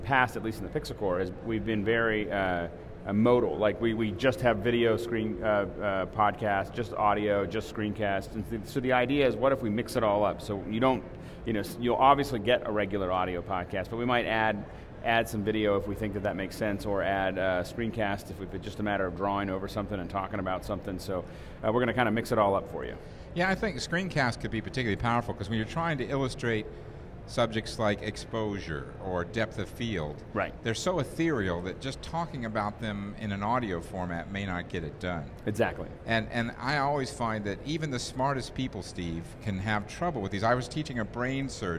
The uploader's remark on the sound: Live from Macworld